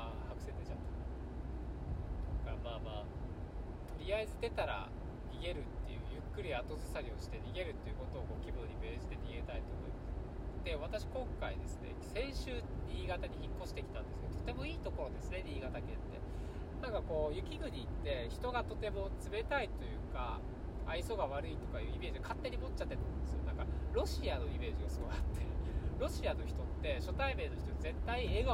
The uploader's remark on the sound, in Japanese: 新潟ドライブ中に配信。新潟ドライブ中に暇だったので録音しました。